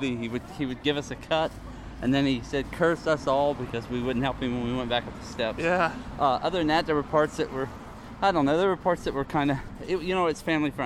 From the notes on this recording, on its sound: Live at the Haunted Ship Pt.2 - Columbus, Ohio. The entire show is live and onsite at the Santa Maria, as it's called when it's not Halloween.